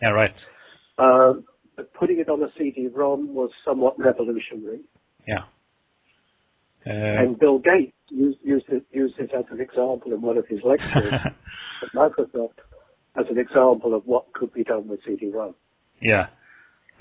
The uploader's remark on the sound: The interview was conducted over the phone